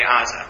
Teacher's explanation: That begins with the guttural letter ayin, which is pronounced in the throat, and therefore for people who aren't used to that kind of a sound, the ah sound, it often became, in the early days under the British, it became Gaza, and that's what stuck in the media.